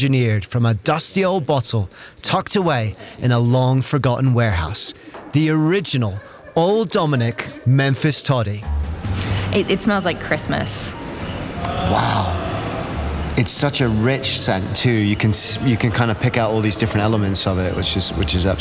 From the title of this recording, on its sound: On Location on the Tennessee Whiskey Trail